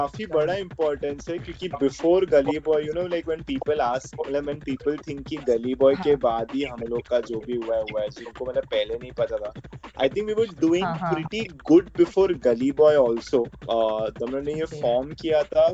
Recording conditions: drop-outs